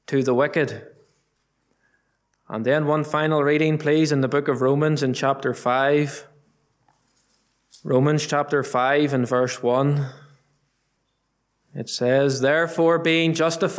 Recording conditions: large echoing room